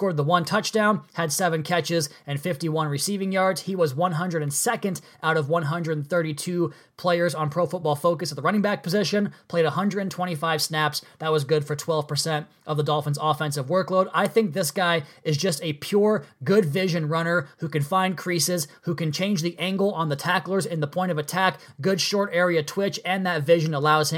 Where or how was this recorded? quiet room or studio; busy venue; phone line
quiet room or studio